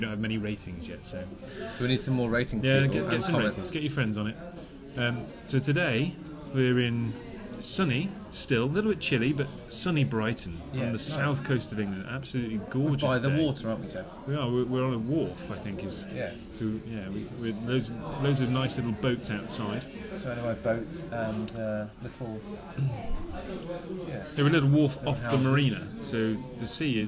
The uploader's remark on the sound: The Master Mariner, Brighton, UK. Enjoyed a road trip to the seaside this week, and stopped in at the Master Mariner for a drink and a chat by the water.